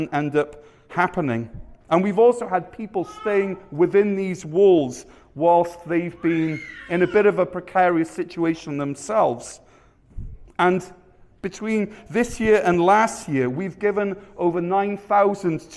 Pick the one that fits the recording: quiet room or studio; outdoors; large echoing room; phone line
large echoing room